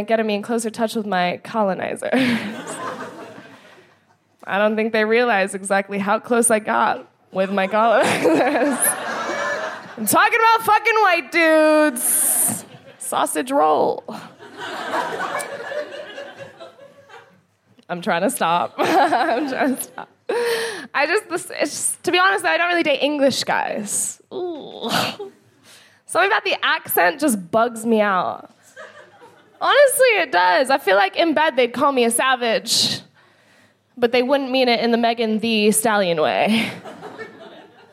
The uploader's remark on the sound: FOC IT UP Comedy Club. Recorded 20 October 2022 at 21Soho in London.